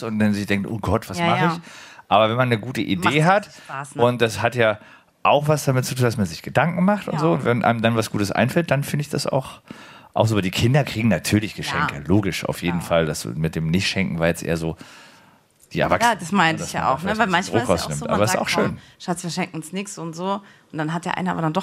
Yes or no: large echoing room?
no